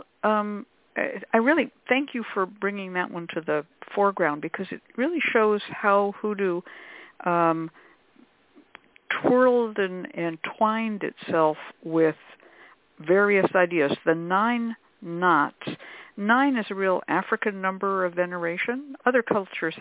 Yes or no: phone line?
yes